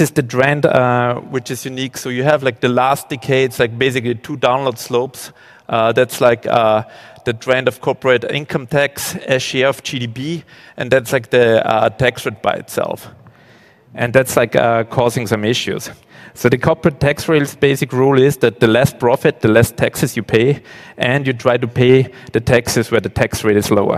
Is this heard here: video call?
no